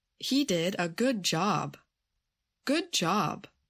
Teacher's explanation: However, when an adjective goes before a noun, and the two words do not make a compound, then the stress should go on the noun, the second word. So, if the adjective good goes before the noun job, then the stress goes on job. This is because good job is not a compound noun.